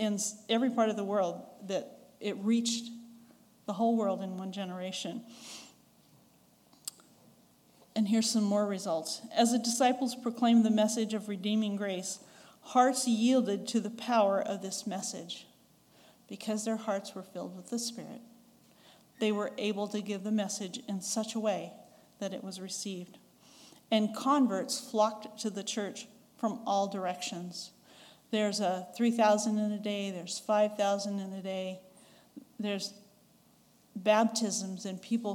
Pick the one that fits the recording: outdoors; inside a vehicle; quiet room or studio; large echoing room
large echoing room